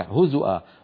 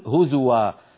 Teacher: هكذا يقرأ نافع هزؤا، ونحن برواية حفص نقول هزوا